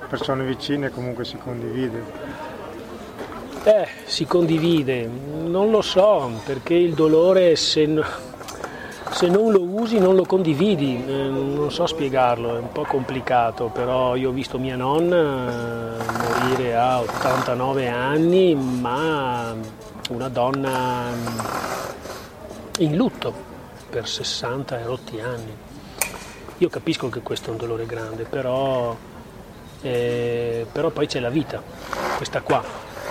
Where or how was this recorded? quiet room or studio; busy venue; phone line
busy venue